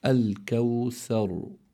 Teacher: فإذا هون عندي راء ساكنة لأجل الوقف، ما بعدها حرف مفتوح، فإذا تفخم الراء في هذه الحالة فتنطق على هذا النحو الكوثر بتفخيم الراء لأنها ساكنة لأجل الوقف، مفتوح ما قبلها سكنت لأجل الوقف، وما قبلها مفتوح فهي تفخم.